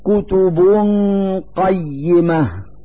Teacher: في هذه الكلمة ضمتان على الباء من كلمة كتب، نلفظ هاتين الضمتين نونا ساكنة من مخرج القاف من كلمة قيمة مع إظهار الغنة التي هي الدليل على وجود نون ساكنة.